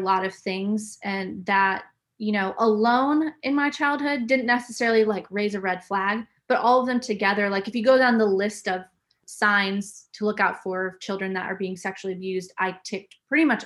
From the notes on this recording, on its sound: This podcast was recorded online on the 4th May, 2021